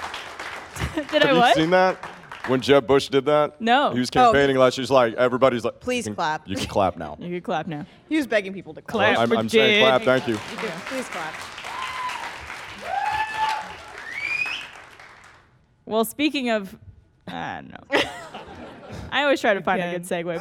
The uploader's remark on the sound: A special episode recorded in front of a studio audience!